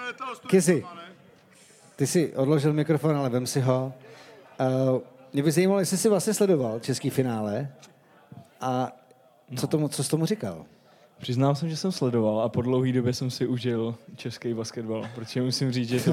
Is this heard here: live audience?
yes